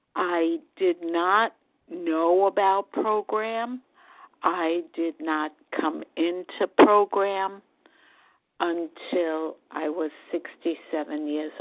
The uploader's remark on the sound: from the 100 Pounders Phone Meeting, 12/21/23.